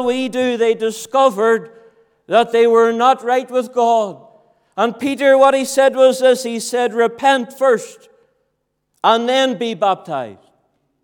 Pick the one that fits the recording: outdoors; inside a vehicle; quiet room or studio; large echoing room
large echoing room